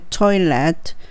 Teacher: トイレットの L は歯の裏につけて